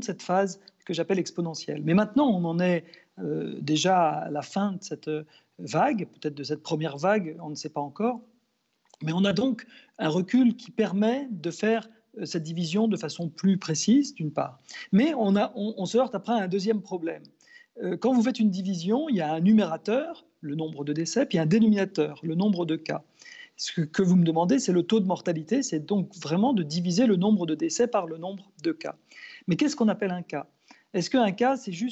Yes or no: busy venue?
no